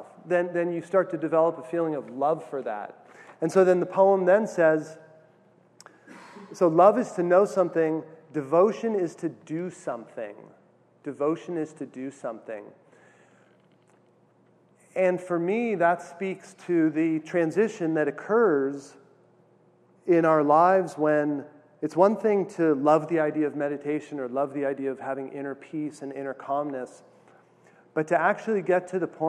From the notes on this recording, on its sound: weekly Tuesday night meditation class held in San Diego California